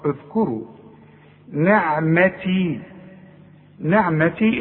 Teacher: الذال لازم تطلع لسانك فيها، والكاف مضمومة والراء مفخمة